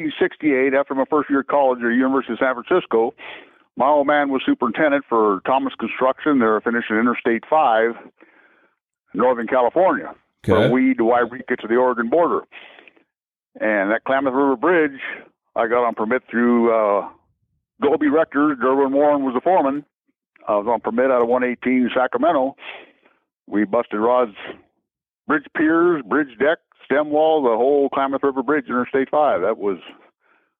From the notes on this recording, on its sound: This was a 2 day interview, on phone and in person, so the audio is noticeable.